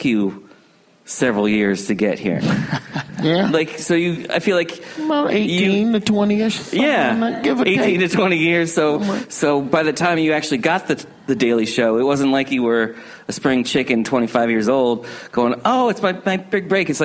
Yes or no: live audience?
yes